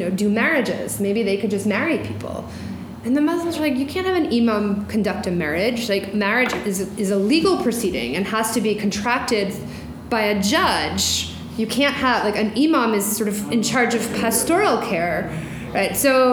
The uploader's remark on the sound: During this talk at the University of Washington